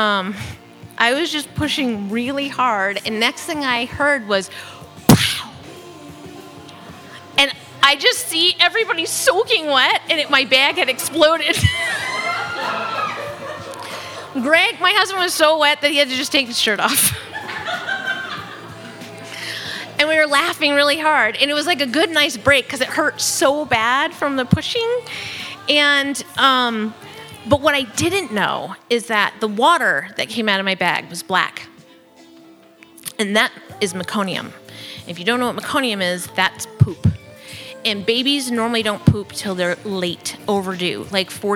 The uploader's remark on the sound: from a Raconteur event recorded at Leon Gallery on November 3rd.